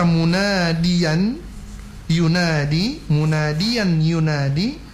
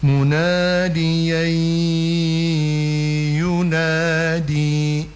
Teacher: Jadi kata munadiyan yunadi, munadiyan yunadi, maka dia dibaca munadiyai yunadi ya, munadiyai idgham bi gunnah ya, munadiyai ya, yai itu ditahan dulu karena mesti digunnahkan dulu kan · Shown in: second take · idgham bi gunnah ma'al gu ma'al gunnah.